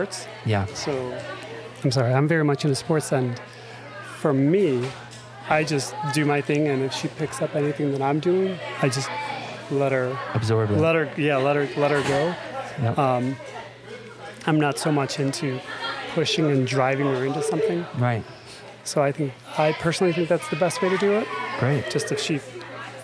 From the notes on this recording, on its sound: As we join Virtues in Motion for their pre-competition live and digital event. We did our best to cut out as much background noise as possible.